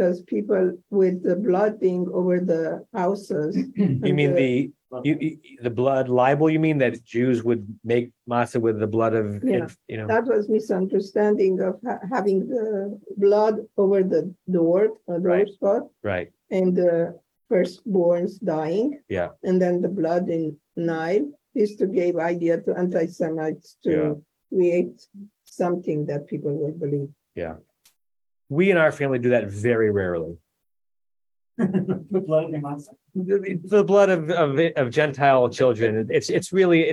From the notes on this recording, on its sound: At Temple Beth Am, Los Angeles.